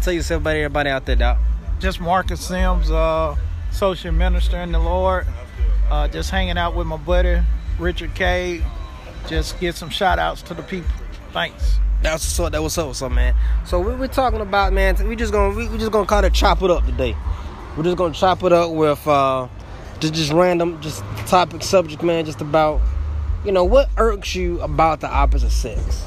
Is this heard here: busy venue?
yes